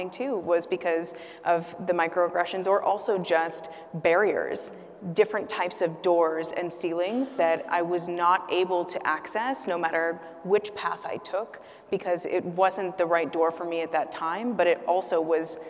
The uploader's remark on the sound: A special live audience recording at "She Means Business" during IMEX America in Las Vegas.